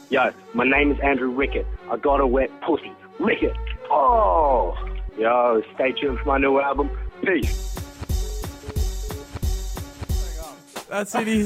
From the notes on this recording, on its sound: We try our best on the mic and then hand over to our callers.